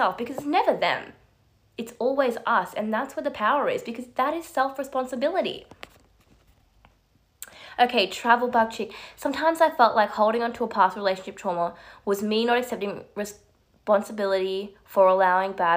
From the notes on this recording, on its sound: This audio is from my live on Instagram